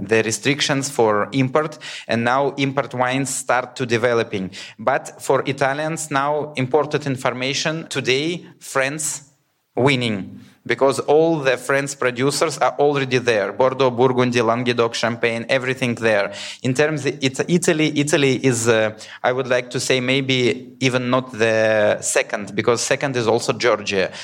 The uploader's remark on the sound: Session recordings from the wine2wine Business Forum 2023. Recorded during the Forum held in Verona in November 2023.